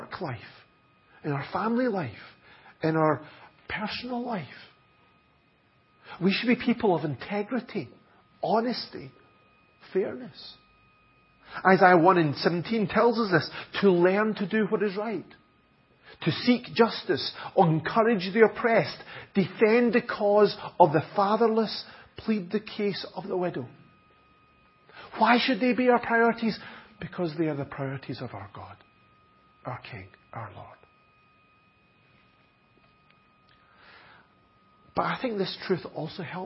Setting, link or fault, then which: setting, large echoing room